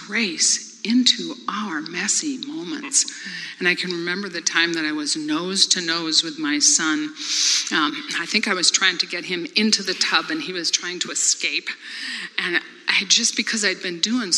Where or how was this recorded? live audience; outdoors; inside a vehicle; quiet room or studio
live audience